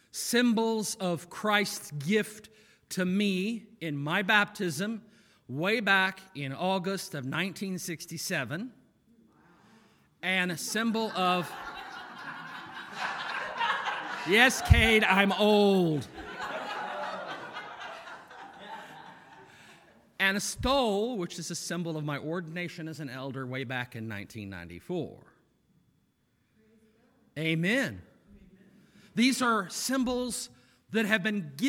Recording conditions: large echoing room